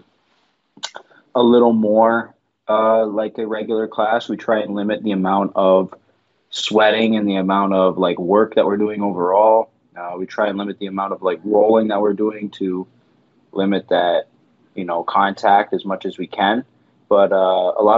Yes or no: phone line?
yes